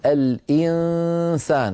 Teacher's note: لما تقول الإنسان كيف تنتقل من الهمزة إلى مخرج السين مع غنة من الأنف · Term: الإخفاء